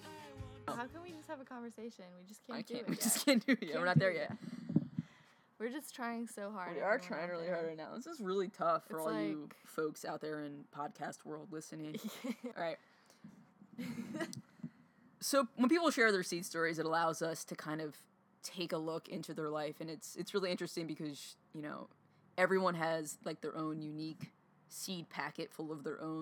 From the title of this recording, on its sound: Live from Viva CalleSJ